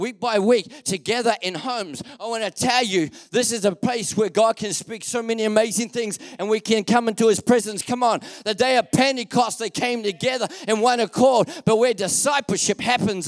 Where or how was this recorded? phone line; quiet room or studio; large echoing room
large echoing room